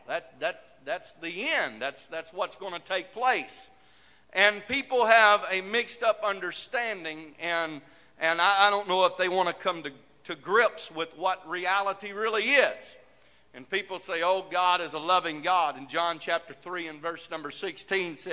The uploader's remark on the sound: This message broadcast live from the First Pentecostal Church of Silsbee, Texas.